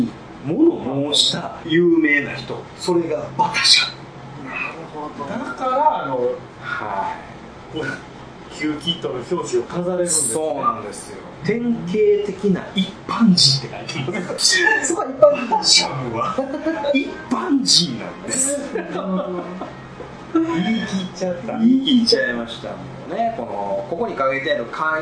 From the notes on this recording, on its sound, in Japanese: 今回もカラオケボックス収録が音源ですので、ちょっと聞きづらいかもしれません